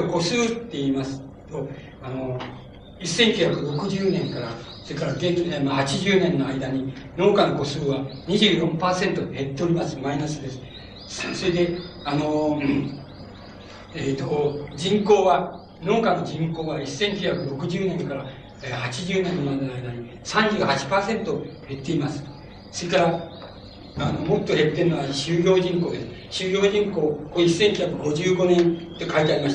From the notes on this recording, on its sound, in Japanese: 場所：長岡短期大学。講演は午前をかけて行われ、 午後の討議・質疑応答を含め 約３時間半にわたる全編収録。音源は主催者提供。客席から録音。